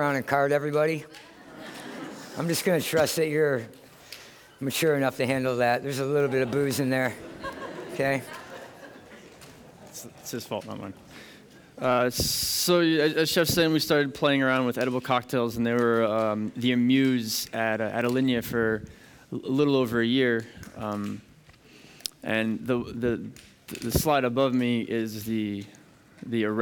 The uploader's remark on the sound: This public lecture series discusses concepts from the physical sciences that underpin both everyday cooking and haute cuisine.